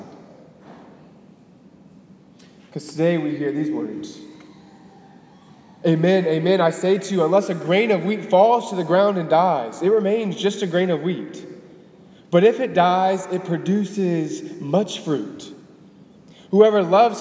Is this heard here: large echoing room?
yes